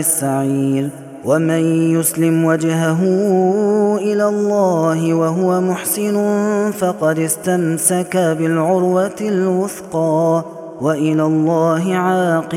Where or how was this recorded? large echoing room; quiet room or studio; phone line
large echoing room